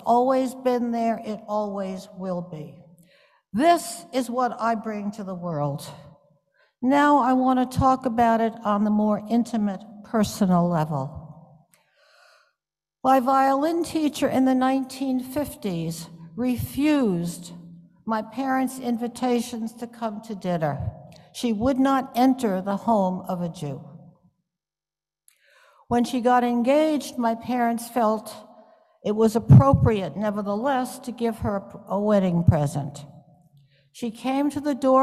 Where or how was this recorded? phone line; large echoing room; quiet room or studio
large echoing room